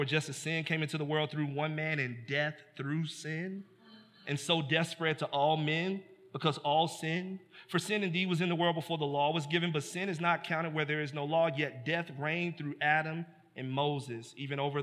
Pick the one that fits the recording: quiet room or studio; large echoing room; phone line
large echoing room